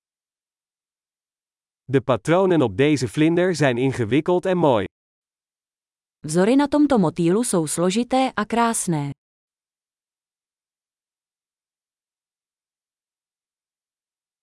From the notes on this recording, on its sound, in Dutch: Het geluid van de kabbelende beek werkt therapeutisch.